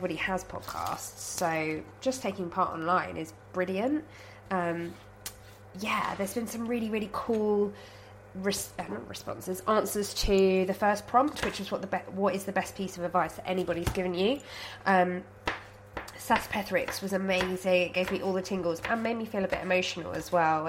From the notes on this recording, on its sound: Today I'm recording while cooking, and pausing to sneeze. I sound like death, because I am STILL full of cold so apologies for that.